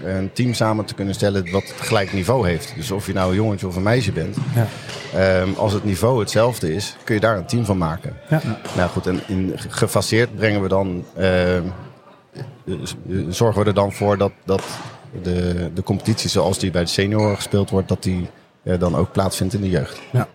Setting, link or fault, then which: setting, busy venue